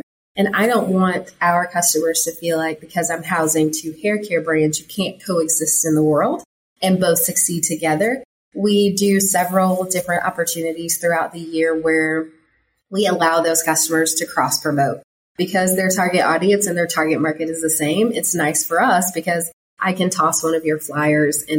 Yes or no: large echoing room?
no